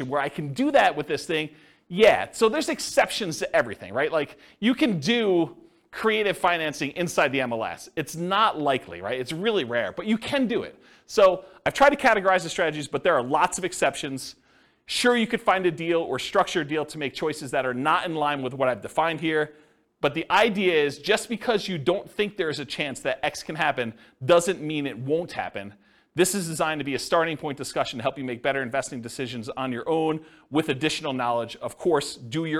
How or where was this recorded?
live audience